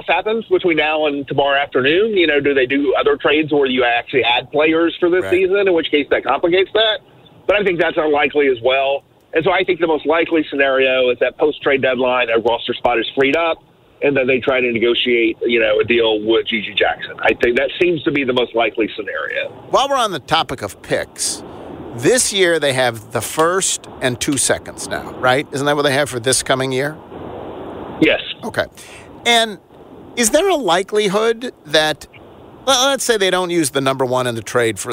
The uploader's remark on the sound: as he is driving back to Memphis from the Twin Cities